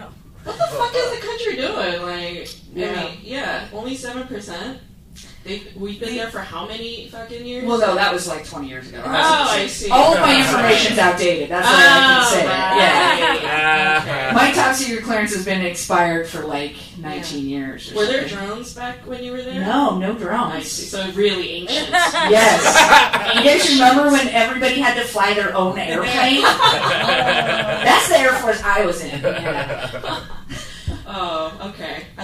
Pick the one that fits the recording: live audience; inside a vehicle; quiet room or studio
live audience